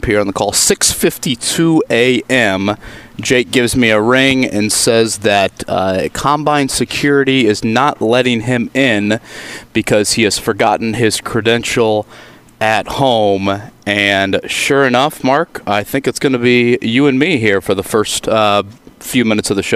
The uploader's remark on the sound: Last day at the NFL Combine. Joins the guys live at the Combine.